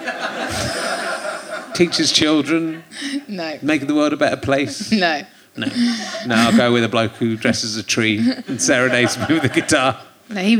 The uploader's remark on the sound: Chats to his audience, with faces old and new, including a mum and daughter that lead him to some dark thoughts and a laughing financial advisor.